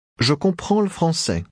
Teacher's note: notice how the L sound of le français almost gets lost, but not quite